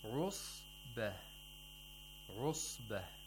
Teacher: The sod has tafkhim at the second lowest level because it has a sukoon. So the lips are not involved in applying the tafkhim.